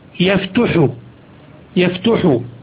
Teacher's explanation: تخيلوا لو أنه فتح يفتح يفتح، ها انظروا إلى عسر الخروج من الضم إلى حرف الحلق وهو الحاء